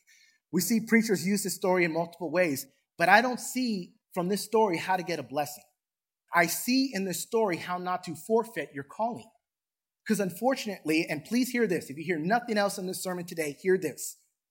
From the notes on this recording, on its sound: Recorded from South Gate Fellowship in Duncanville, TX